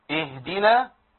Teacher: الهاء ساكنة، يبقى نمشي تصوت شوية